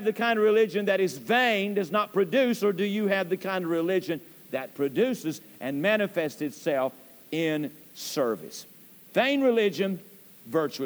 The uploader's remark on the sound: Temple Baptist Church Archive Podcast. During the PM service.